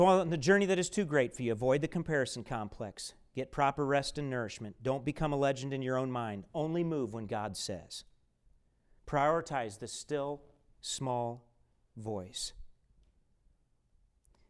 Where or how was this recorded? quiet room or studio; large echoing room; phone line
large echoing room